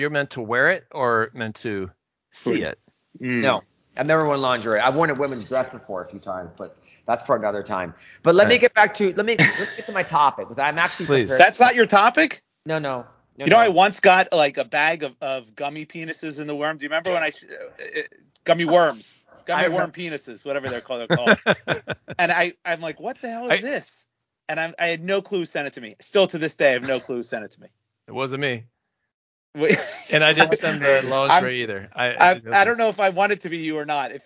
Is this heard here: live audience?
no